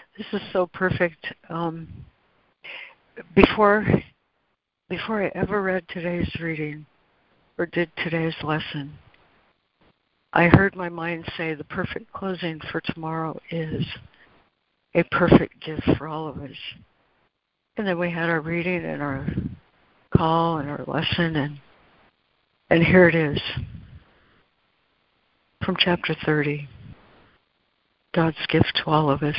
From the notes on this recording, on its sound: ACIM Daily Conference Call